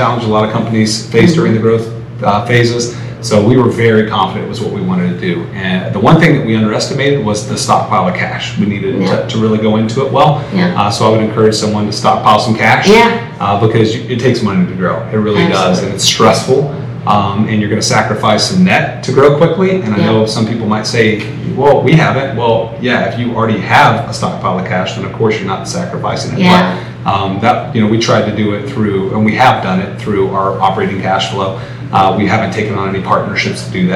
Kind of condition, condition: setting, busy venue